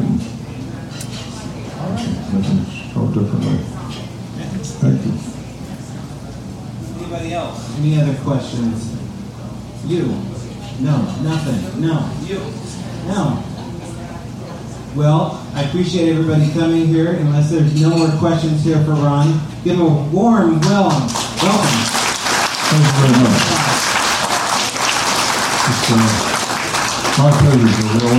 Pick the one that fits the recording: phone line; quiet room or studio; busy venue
busy venue